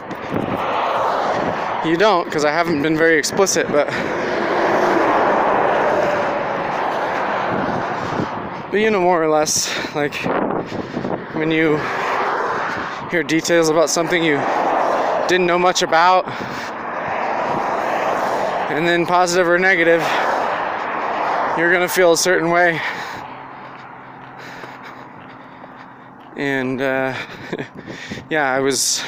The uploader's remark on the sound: Recorded this on my walk to work and then while sitting waiting to go in.